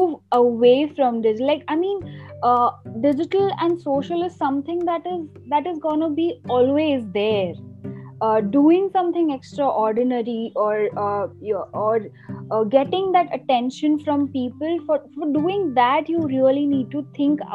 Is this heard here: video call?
yes